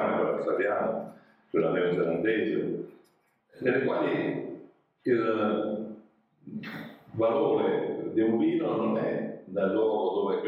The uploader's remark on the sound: Leads another Seminar during Vinitaly 2022. WARNING AUDIO IS LESS THAN PERFECT!